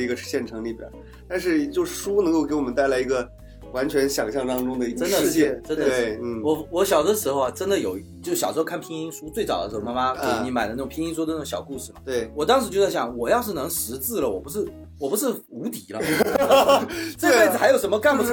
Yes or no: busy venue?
no